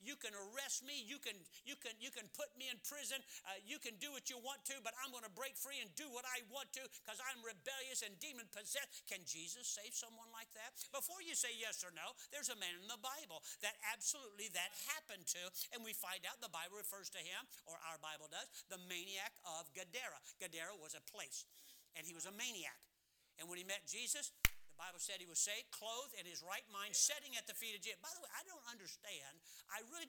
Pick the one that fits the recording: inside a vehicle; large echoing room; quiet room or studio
large echoing room